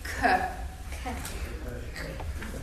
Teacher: amikor nem csak egy K-t mondunk, hanem hozzá még egy kis levegőt is lehelünk, K. Így van, tehát a torok hangok voltak K és a G, és még van ezen kívül a K és a G. · Term: hehezetes párja